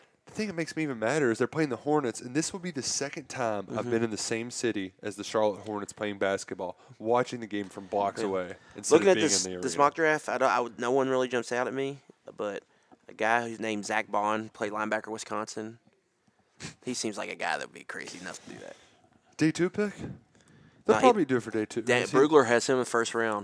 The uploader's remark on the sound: Live from the NFL Combine in Indianapolis